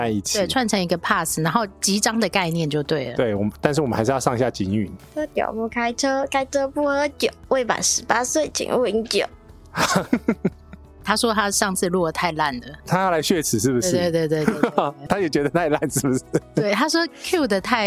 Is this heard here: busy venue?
no